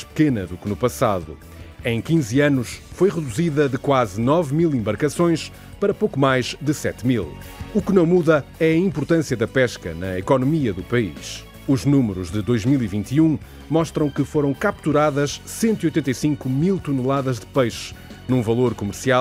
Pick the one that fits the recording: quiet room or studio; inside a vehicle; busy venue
busy venue